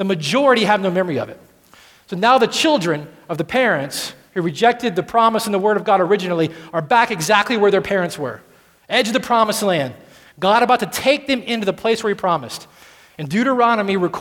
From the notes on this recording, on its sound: at Redemption Hill Church on Sunday, January 6th, 2013